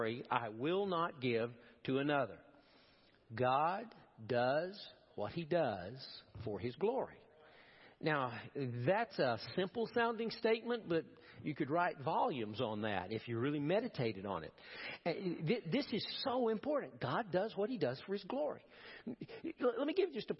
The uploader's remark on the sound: Preached at First Baptist Church of Powell.